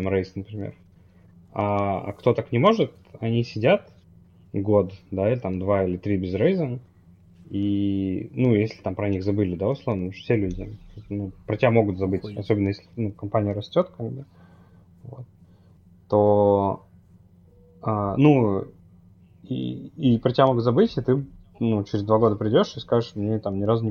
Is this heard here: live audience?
no